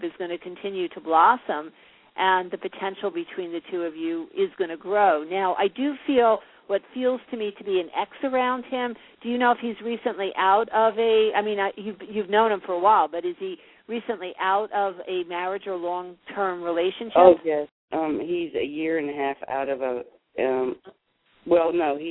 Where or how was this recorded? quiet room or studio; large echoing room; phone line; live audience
phone line